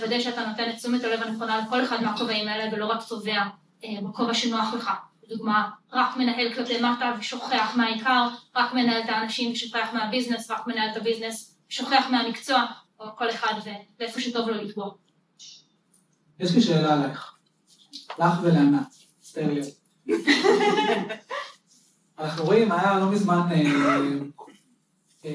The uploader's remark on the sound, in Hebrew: הפרק החדש הוא הקלטה של פאנל מנהלים שביצענו במיטאפ הראשון של ,אבטיח כיס.